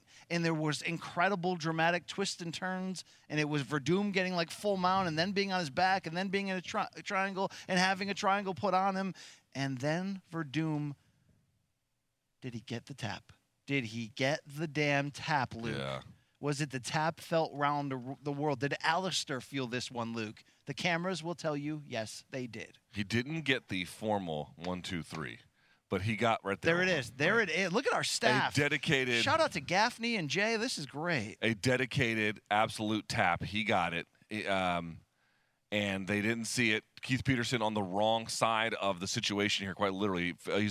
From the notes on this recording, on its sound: The boys are live again from the Mohegan Sun